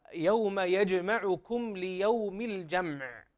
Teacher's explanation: كلمة يجمعكم فيها حرف الجيم وهو ساكن، وهنا حكم تجويدي وهو القلقلة، فلا بد أن نظهر القلقلة لحرف الجيم